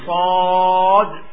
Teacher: فهذه حروف مسمنة مفخمة تؤثر في الحرف الذي يأتي بعدها، خصوصا إذا كان ألف، فالألف حرف يتأثر بما قبله. فحينما نقول صاد نجد أن الألف تفخم